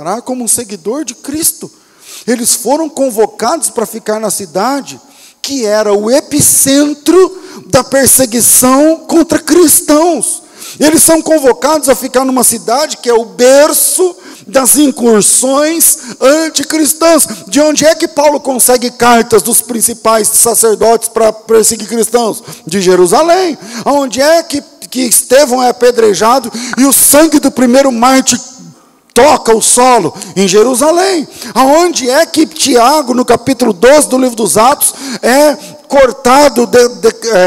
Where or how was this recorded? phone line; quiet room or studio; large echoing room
large echoing room